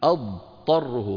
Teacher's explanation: هنا اجتمع في النطق ضاد وطاء، أضطى، وليس بين الضاد والطاء إدغام، الضاد قوية لا تدخل في الطاء، الضاد قوية لا تدخل في الطاء، أقوى منها لأن فيها استطالة ليست في الطاء